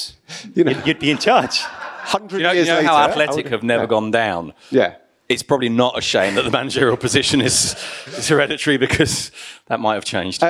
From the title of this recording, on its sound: TSFP Live in London 2023